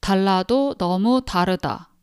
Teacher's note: And we often say that dig sound is similar with D sound in English, but it's kind of a little different. Dig sound is actually in between of D sound and T sound in English. So my tip for you, especially English speakers, is that pronounce dig sound as if you wanted to pronounce D first, but then ended up pronouncing T.